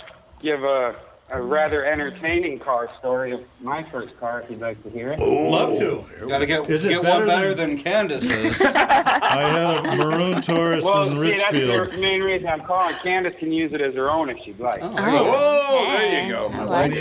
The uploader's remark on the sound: Lots of regulars call in to exchange Christmas greetings.